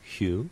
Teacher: The phonetic one would use the palatal fricative, the voiceless palatal fricative, going into oo, probably, hu, and the phonemic would use the H, yawed.